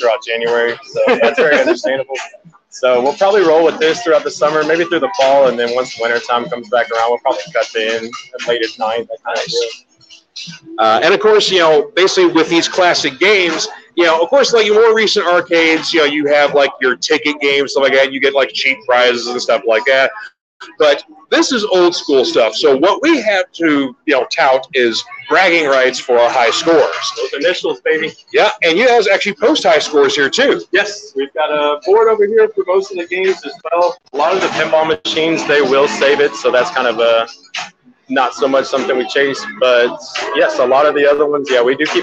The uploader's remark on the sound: Live on Location at 3 Decade Arcade!